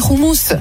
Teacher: j'ai mis le guttural sur le H de roumous